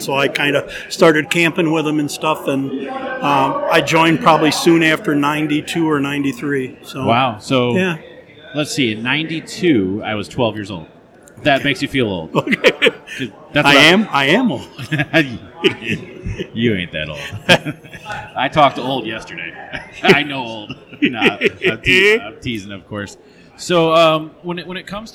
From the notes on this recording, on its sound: The 2023 MBH Rendezvous LIVE PODCAST Episode. This episode was recorded LIVE on scene at the 2023 MBH Rendezvous! Enjoy as multiple members stop by and record small sessions.